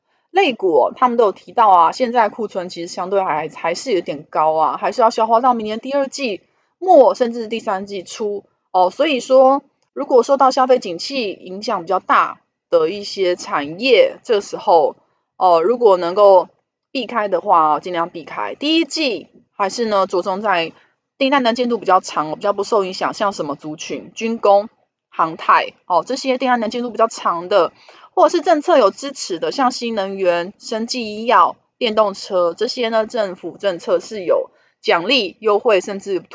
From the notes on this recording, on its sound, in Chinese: 本集有些許雜音，已亟力避免，如有察覺請多多包涵